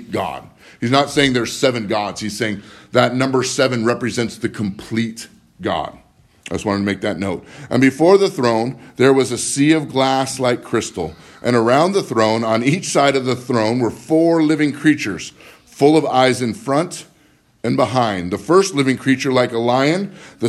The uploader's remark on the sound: Live from Living Word